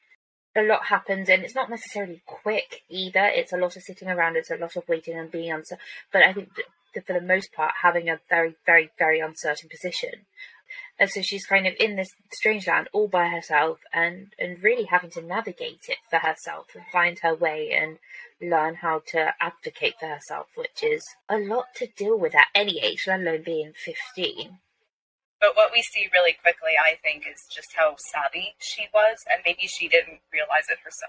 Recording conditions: poor sound quality